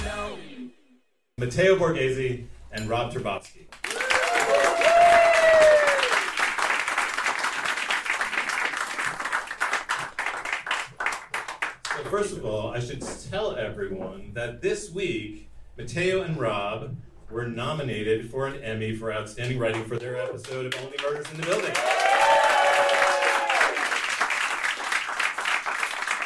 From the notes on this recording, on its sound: It should be noted that we read this pilot live in Los Angeles at The Lyric Hyperion Theater. That's right, you're going to hear some real laughs!